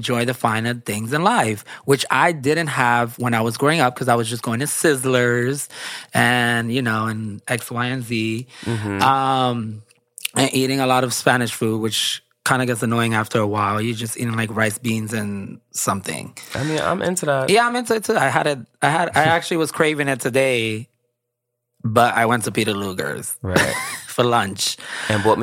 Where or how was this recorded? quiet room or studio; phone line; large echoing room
quiet room or studio